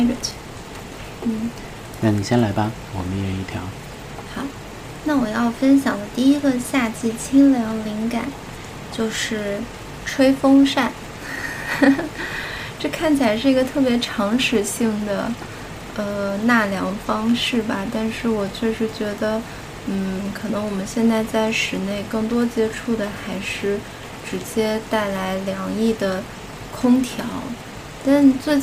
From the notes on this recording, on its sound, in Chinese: 录制背景是北京的夜雨哦！